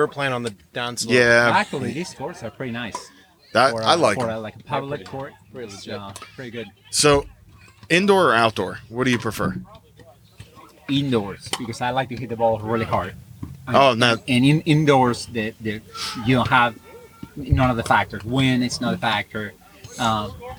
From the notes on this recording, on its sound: We are live at Eljer park. With live on air commentary.